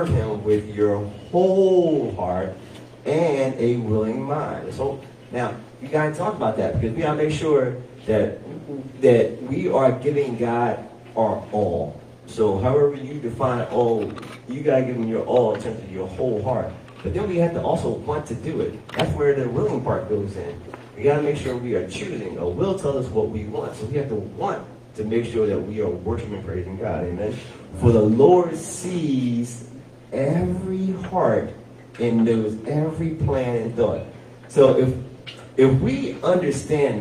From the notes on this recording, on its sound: Sermon audio from Heart of Praise and Worship on September 17, 2023